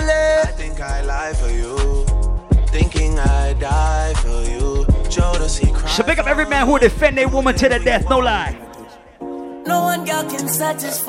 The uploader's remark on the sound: LIVE AT ISLAND SATURDAYS ON OCT. 1ST.